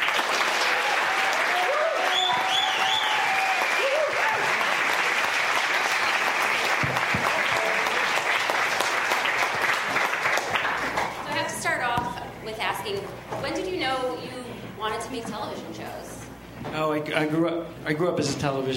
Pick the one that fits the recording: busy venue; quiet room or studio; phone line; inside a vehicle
busy venue